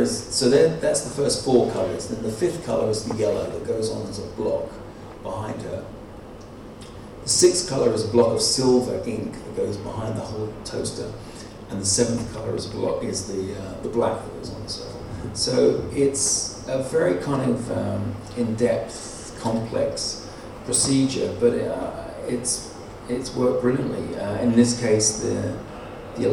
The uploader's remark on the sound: lecture at the 2018 London Original Print Fair